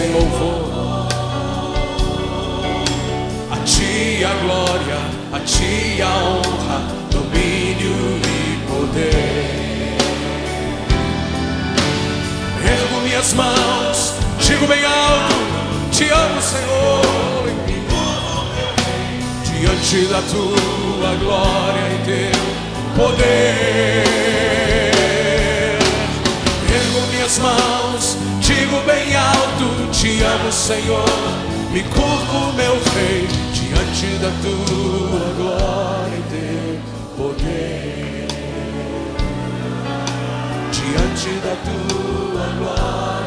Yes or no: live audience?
yes